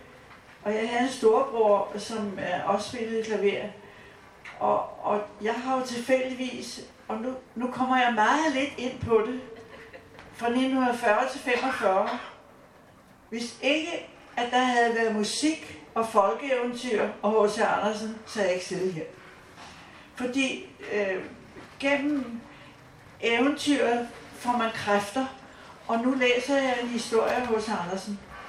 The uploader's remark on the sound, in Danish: Live-optagelsen fra festivalåbningen.